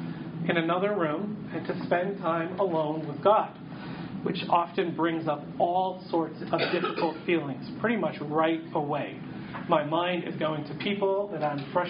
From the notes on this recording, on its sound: Audio from a workshop.